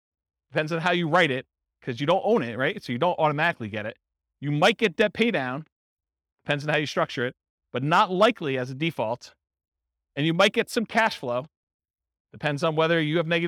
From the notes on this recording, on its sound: This was a live class recorded